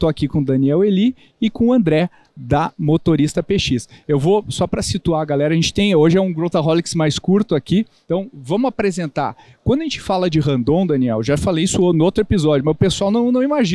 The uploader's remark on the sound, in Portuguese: Tivemos o prazer de gravar alguns episódios do Growthaholics ao vivo no ACE Summit 2023.